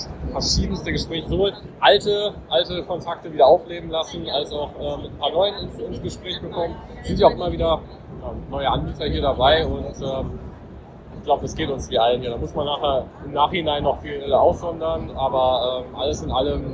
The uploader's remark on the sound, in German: Soundqualität auf Wish bestellt // OMR Recap. Leider ist der Ton nicht so gut geworden, da die Hintergrundgeräusche zu laut waren.